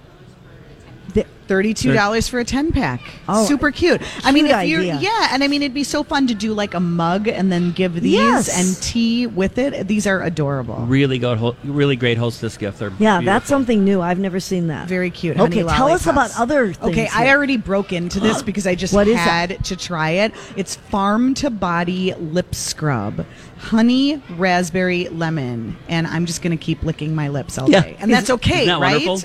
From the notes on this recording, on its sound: Live at the Galleria for Small Business Saturday!